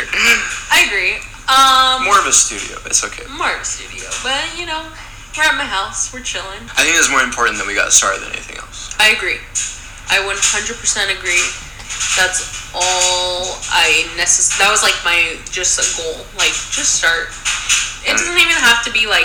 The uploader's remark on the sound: I do apologize for the background noise.